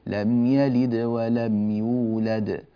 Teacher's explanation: هي قلقلة صغرى في وسط التلاوة